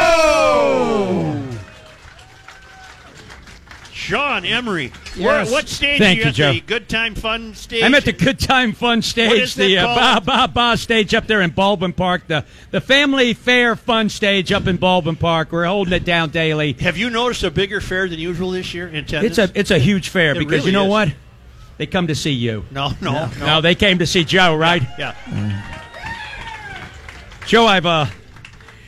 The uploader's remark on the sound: Live at the Fair. Final State Fair Show.